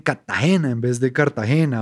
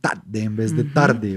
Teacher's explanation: para decir Cartagena se tragan una R y la duplican por una T